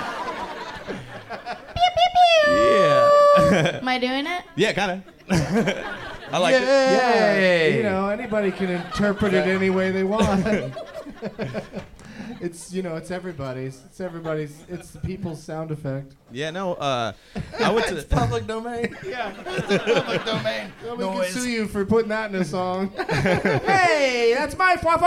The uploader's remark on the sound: Live from the Punch Line in Sacramento. Closes out the "T8te Crazy Nights" tour.